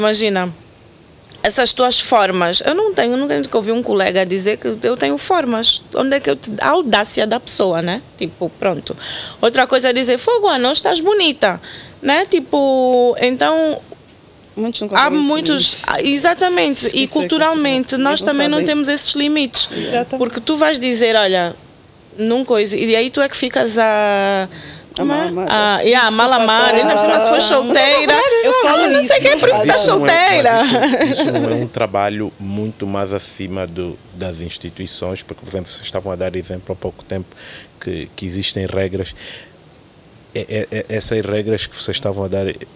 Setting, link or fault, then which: setting, outdoors